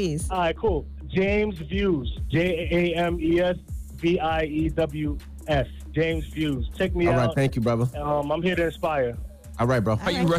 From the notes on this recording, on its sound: We opened up the phone lines.